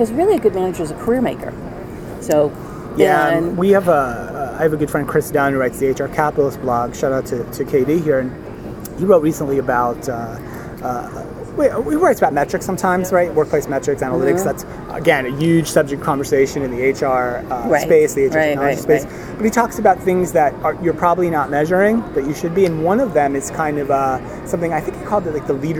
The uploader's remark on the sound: Recorded LIVE from SuccessConnect 2015 in Las Vegas. Sat down at SuccessFactors customer conference SuccessConnect.